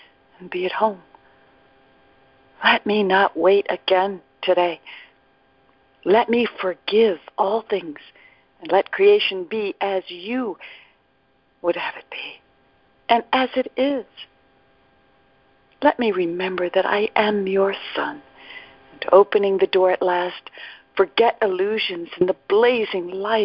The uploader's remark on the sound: ACIM Daily TEXT Conference Call